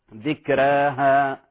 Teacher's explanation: ذكراها تقرأ بتقليل الراء